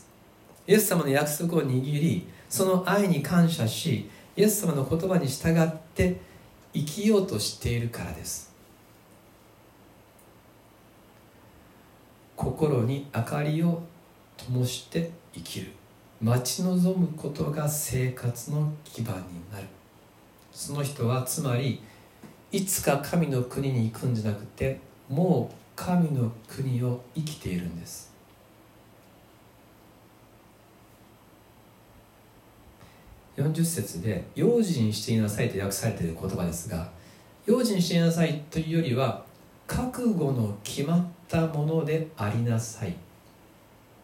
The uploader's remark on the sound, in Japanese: 2020/08/16吉備教会礼拝メッセージ録音